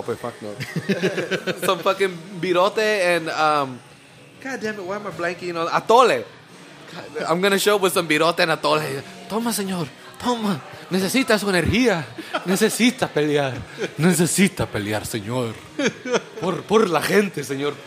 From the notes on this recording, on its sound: We also play some sound clips we recorded at the Fire and Ice party hosted by Jack Daniels at 201 Main. Some really great sounds of a bunch of people partying in downtown Salinas.